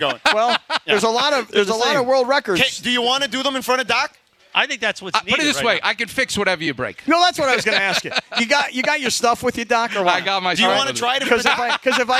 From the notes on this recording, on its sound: Live from Black Gold Golf Club. Live from the ESPN LA Golf Classic at Black Gold Golf Club in Yorba Linda.